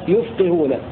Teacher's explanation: قوله وفي يفقهون الضم والكسر شكلا، أي قرأ حمزة والكسائي بضم الياء وكسر القاف في لا يكادون يفقهون قولا، يفقهون بضم الياء وكسر القاف من أفقه يفقه.